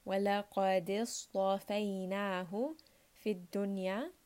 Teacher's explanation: qaf, again, one more time, is heavy, dal is light, sad is heavy, ta is heavy, fa is light